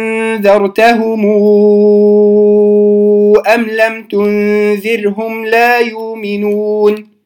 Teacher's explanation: وصلنا ميم الجمع الذي أتى بعدها همزة القطع في أم، ثم تمد مدا مشبعا وهو ست حركات على رواية ورش